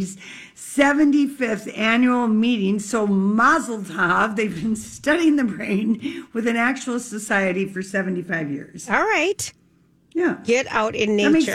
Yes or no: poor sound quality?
no